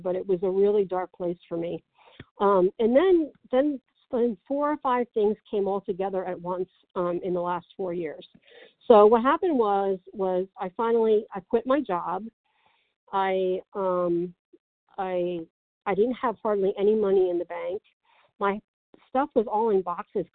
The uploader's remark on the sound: From the 100 Pounders Phone Meeting.